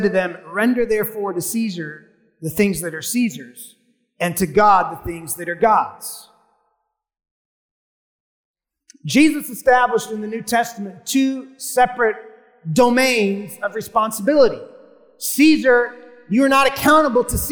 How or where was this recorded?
live audience